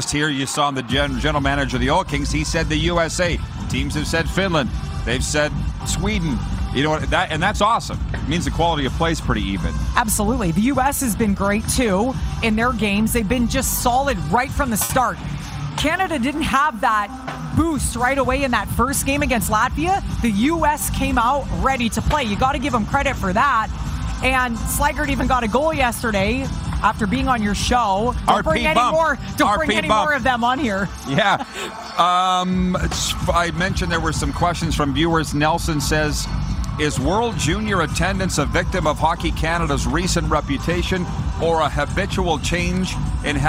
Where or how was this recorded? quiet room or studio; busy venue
busy venue